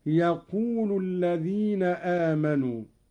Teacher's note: قرأ قالون بحذف الواو ورفع اللام